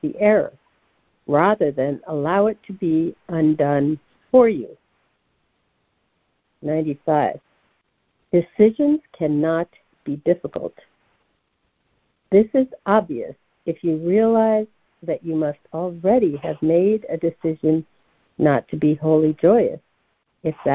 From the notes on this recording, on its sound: ACIM Daily Conference Call.